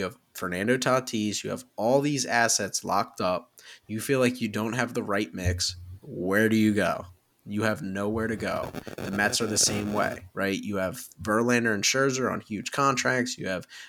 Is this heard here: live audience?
no